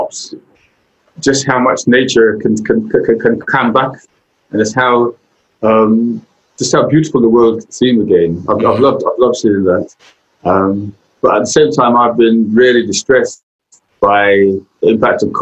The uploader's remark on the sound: Covid-19 social distancing measures meant we had to have this conversation over Zoom.